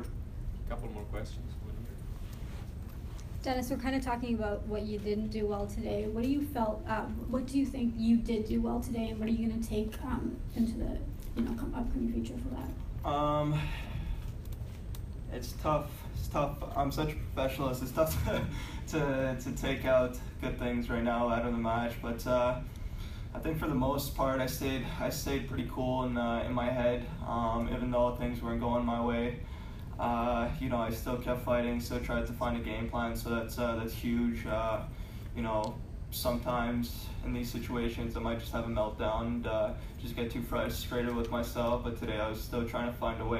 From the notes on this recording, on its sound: Media Scrum Interview